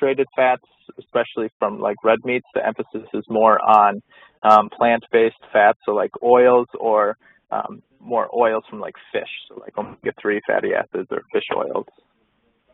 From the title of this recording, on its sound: phone Call